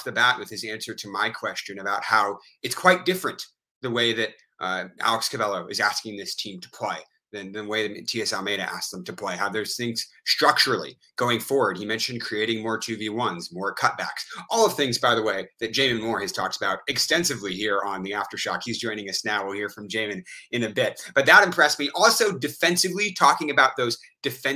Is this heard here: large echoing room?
no